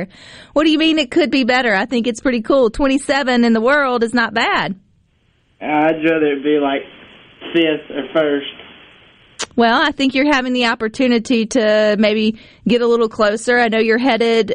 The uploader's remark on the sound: joins the conversation by phone